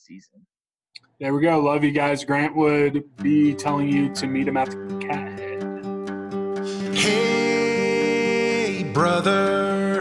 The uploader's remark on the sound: zoom together